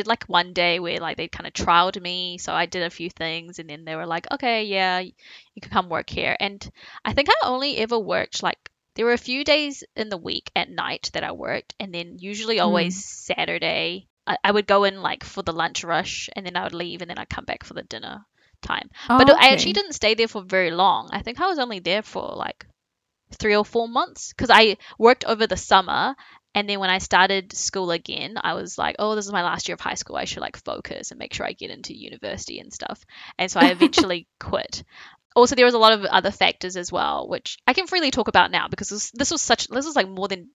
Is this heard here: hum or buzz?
no